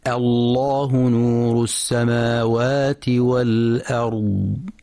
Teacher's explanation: فإن اللام تفخم مع مراعاة ترقيق الهمزة، نحو الله نور السماوات والأرض.